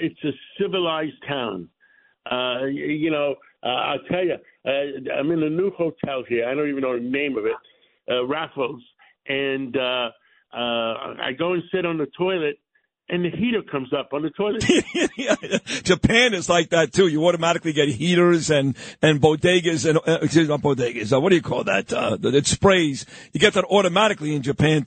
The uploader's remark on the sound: calls in from London, United Kingdom